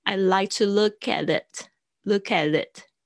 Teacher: t 夹住两个元音的声音呢，它会变成弱化，变成 the 的声音。I like to look at it, look at it.啊，也不是地，也不是的的声音，就是有一点比较圆，比较柔，柔软的这个呃，呃的声音，有点像 L 那个潮舌音那个位置，呃，look at